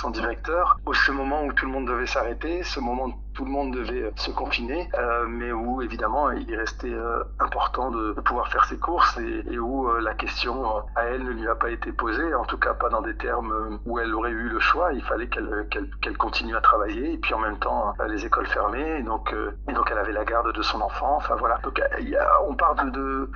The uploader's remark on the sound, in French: Au téléphone pour La voix de la plume. Au téléphone pour La voix de la plume.